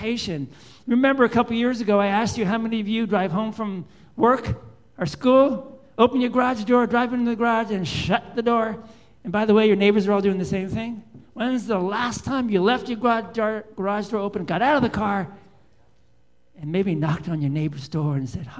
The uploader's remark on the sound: Live Worship Service